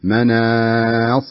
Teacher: أفخم الصاد لكن الألف والنون تبقى مرققة